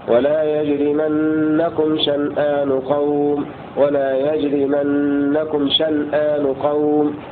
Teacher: أي قرأ ابن عامر وشعبة بسكون النون الأولى في لفظ شنآن في قوله تعالى: ولا يجرمنكم شنآن قوم، ولا يجرمنكم شنآن قوم، في الموضعين.